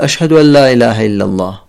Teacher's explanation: يلفظ الهمزة الأولى ويسهل الهمزات التالية